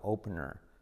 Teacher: letra clave R al final, que se come la vocal, opener